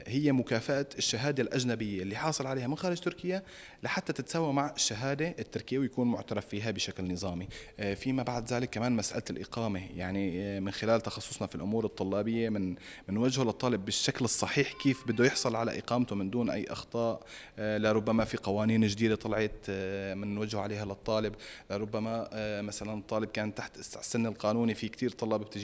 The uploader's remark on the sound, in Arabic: نزور المعرض الخامس للجامعات التركية الخاصة الذي يُقام في اسطنبول، حيث يتواجد مندوبون من تلك الجامعات لتقديم عروض مخفضة للطلاب الأجانب الراغبين بالتسجيل في جامعاتها.